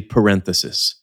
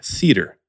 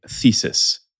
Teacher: It's the voiceless dental fricative, otherwise known as TH.